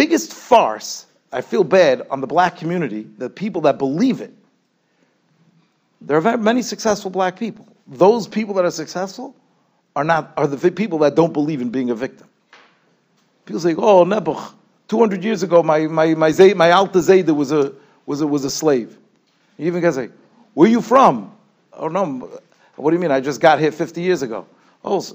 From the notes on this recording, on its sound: Shiur recorded in Yeshivas Ohr Reuven, Monsey, NY.